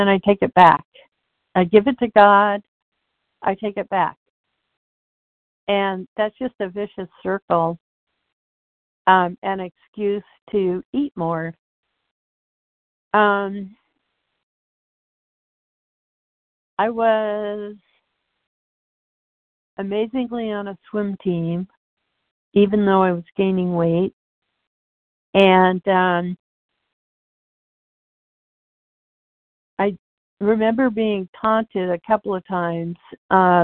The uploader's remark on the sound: 100 Pounders Phone Meeting